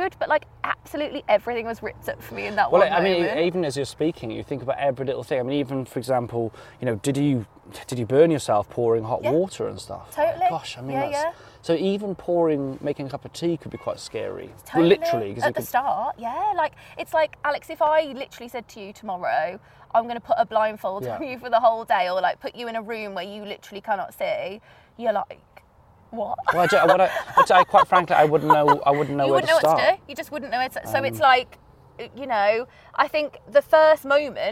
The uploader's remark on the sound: conversation this week in South Loughton Valley Park